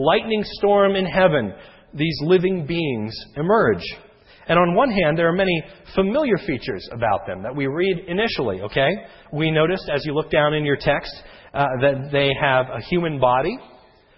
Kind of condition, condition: setting, large echoing room